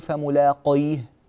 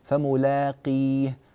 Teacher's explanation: فملاقيه، القاف لا تقول فملاقيه، قيه بهذه الطريقة، فملاقيه، قاف في أقل مراتب التفخيم · Shown in: second take